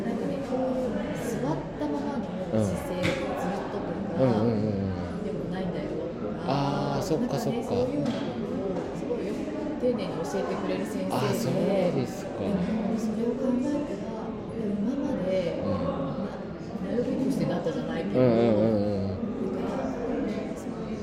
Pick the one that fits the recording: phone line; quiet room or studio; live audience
live audience